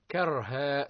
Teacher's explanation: الراء حكمها التفخيم لأنها أولا ساكنة سكونا أصليا وقد سبقت بفتح